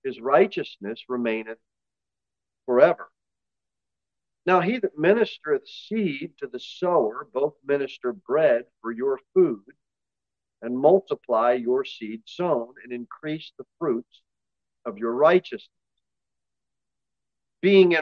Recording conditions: large echoing room